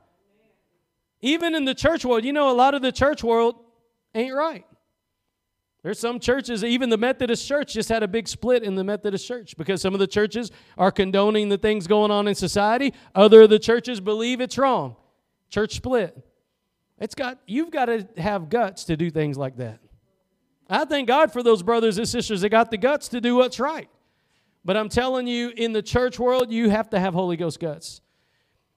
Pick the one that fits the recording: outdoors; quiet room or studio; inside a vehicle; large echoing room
large echoing room